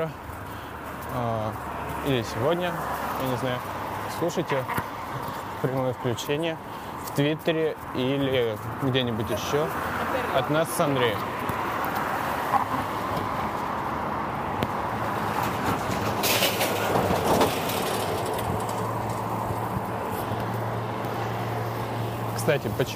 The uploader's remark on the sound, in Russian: Особенности передвижения на велосипеде по Хельсинки. Настоящие звуки финского города.